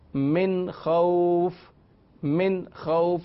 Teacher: من خوف یہاں غنہ نہیں ہے، حروف حلقے میں سے اظہار کا قاعدہ ہے